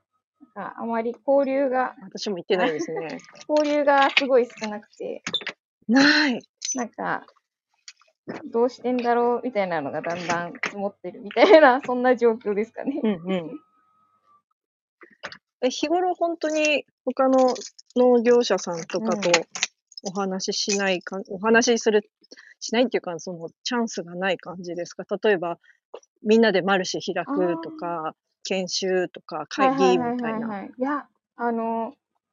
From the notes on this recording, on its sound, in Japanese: コラボ収録。作業中の収録の為雑音等入ってます。途中電波の状況が悪く音声が途切れますがちゃんと戻ります。